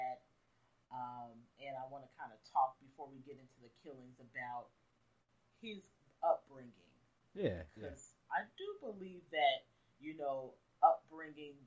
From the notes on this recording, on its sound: Apologies on the Episode Quality, and the Echo everyone, we had a plethora of technical difficulties during this one